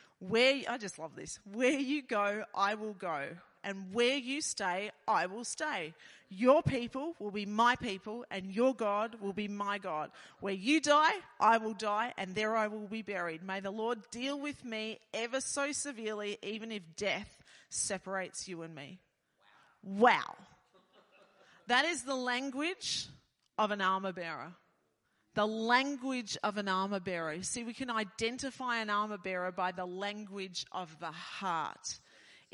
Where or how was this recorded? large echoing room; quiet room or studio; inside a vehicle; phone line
large echoing room